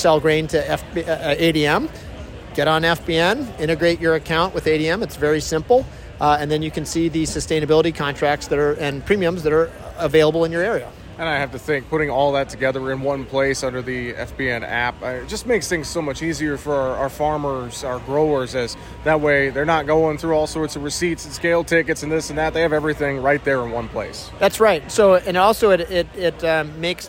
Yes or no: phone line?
no